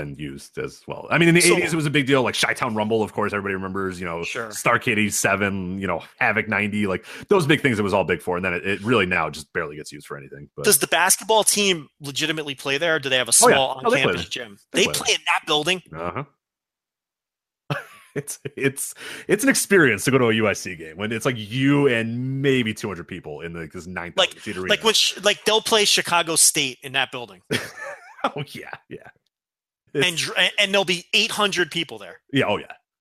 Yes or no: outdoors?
no